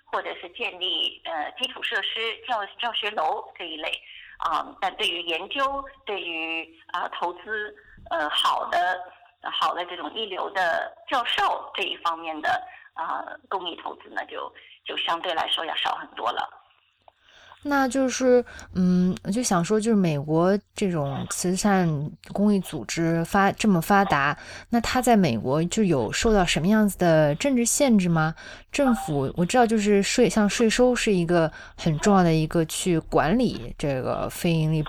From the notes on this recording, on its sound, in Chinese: 电话采访